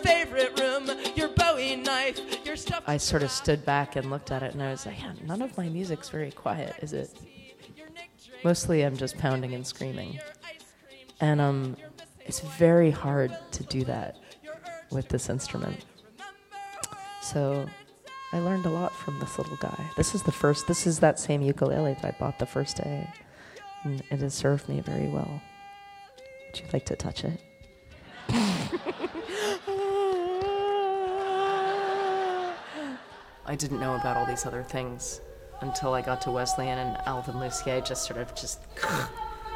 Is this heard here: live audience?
yes